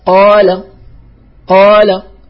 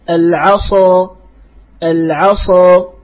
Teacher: فانظروا يا رعاكم الله إلى الاستعلاء في القاف والاستعلاء في الصاد، ففي الصاد أقوى وأشد